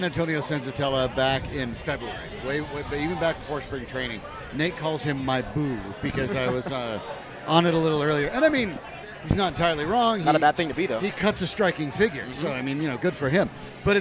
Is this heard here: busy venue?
yes